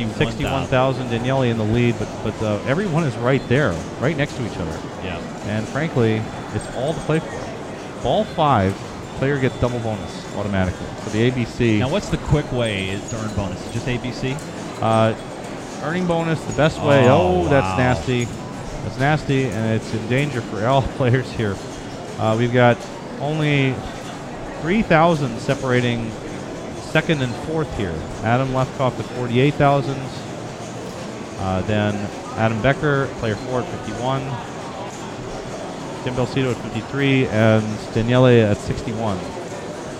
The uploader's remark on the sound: Round 6 – 2012 PAPA Circuit Final. Live from PAPA Headquarters in Scott Township, PA.